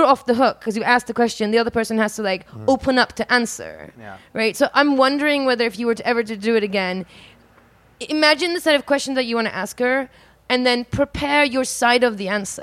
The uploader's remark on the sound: LIVE from Oakland. In front of an audience in Oakland. Live show recorded at the Octopuss Literary Salon.